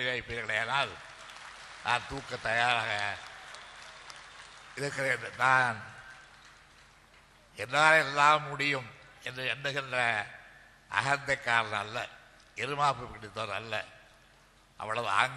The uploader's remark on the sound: TESO Conference Speech